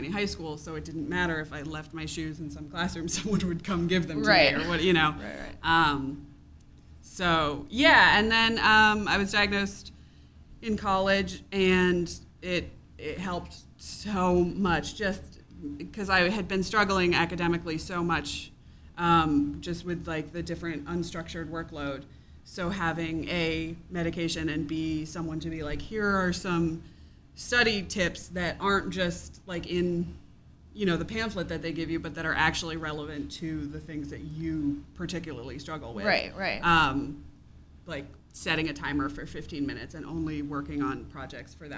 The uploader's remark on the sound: Live from Astoria Coffee. With a live show for Mental Health Awareness Week.